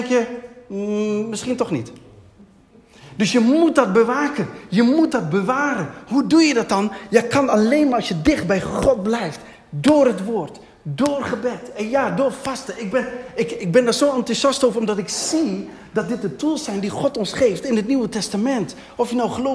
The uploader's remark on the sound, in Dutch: Deze preek is opgenomen tijdens de eredienst van Christus Centraal Zwolle te Zwolle.